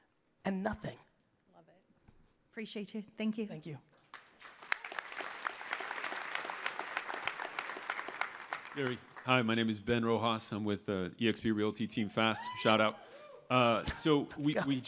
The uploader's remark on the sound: Today's episode is the Q&A segment from the Forward Event I attended in Las Vegas!